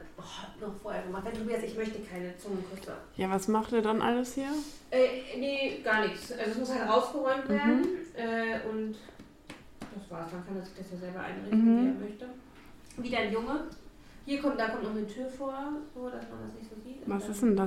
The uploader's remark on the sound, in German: wir haben Dackelbesuch bei der Aufnahme.